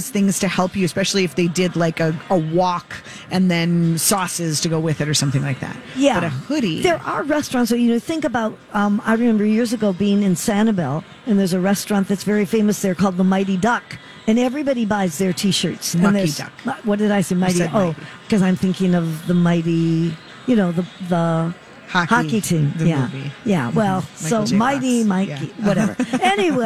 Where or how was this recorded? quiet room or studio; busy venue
busy venue